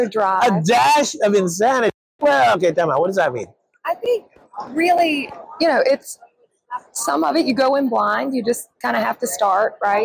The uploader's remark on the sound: live from the 2023 ADA SmileCon show floor